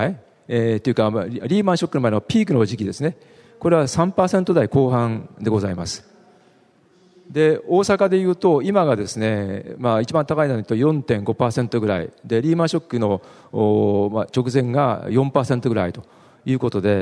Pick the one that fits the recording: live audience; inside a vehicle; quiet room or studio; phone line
live audience